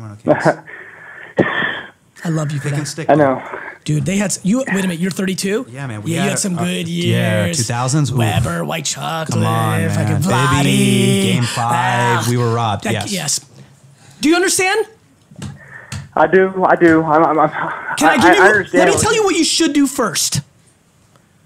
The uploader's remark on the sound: it's a phone call